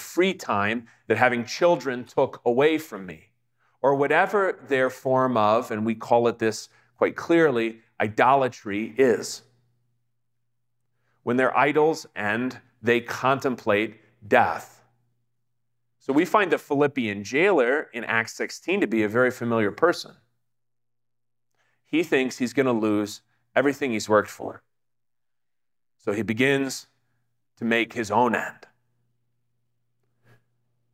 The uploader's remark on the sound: talk given at the Digital Catacombs Conference at Trinity Lutheran Church in Denver, Colorado.